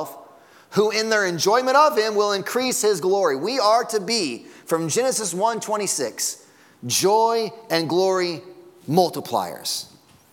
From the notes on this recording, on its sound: Sunday Morning Sermon Audio.